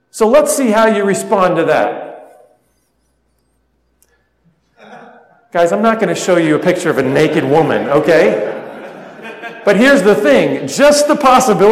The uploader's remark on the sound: spoke at a men's conference